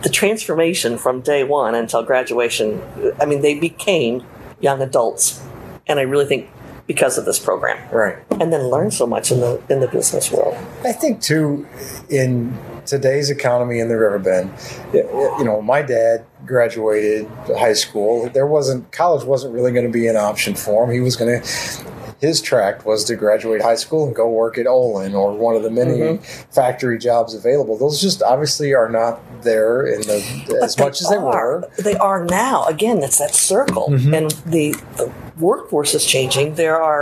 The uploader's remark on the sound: On this episode of Business Over a Brew from Elijah P's Burgers and Brews in Alton.